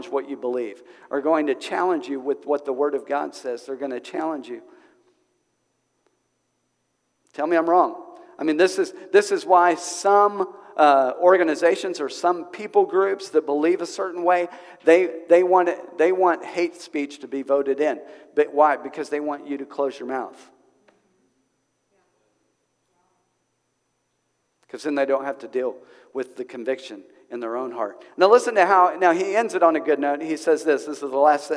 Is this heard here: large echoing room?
yes